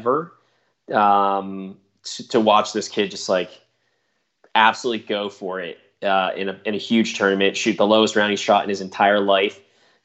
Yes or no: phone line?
no